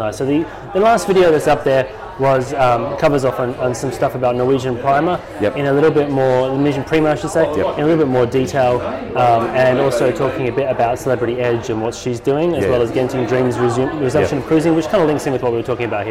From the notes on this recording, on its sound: Record the podcast LIVE from a coffee shop in Hillary’s Boat Harbour (WA). It was very busy and does sound very different.